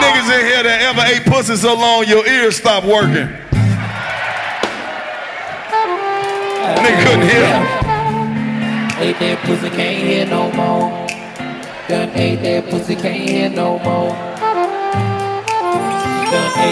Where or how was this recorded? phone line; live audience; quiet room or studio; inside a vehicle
live audience